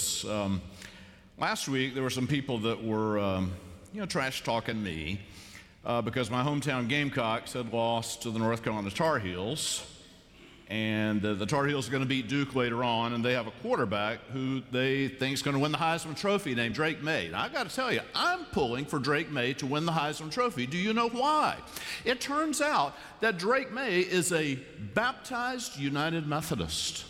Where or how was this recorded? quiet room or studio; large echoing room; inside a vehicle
large echoing room